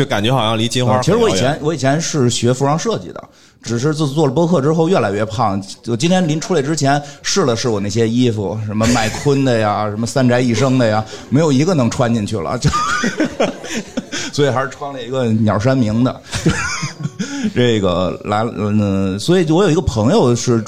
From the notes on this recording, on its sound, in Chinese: 本期节目录制于2023年2月25日CPA中文播客奖线下活动·北京站